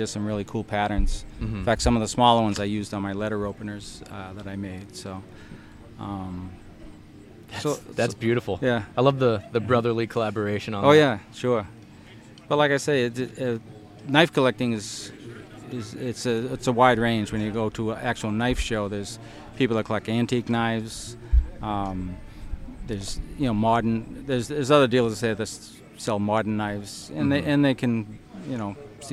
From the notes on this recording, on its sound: podcast proudly recorded at HUNTSTOCK 2023